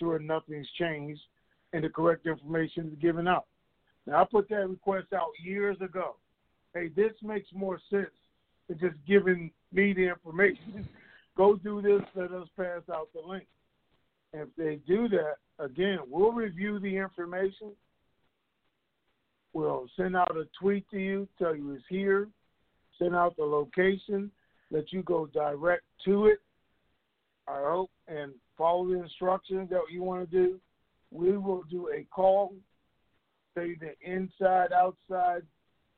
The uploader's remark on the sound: TNTSuperfantastic Conference Call